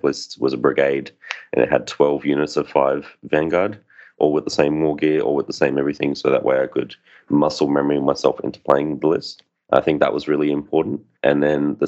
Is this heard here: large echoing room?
no